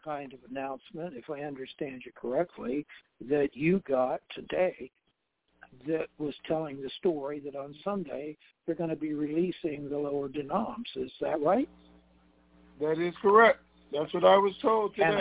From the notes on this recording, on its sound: TNTConference Call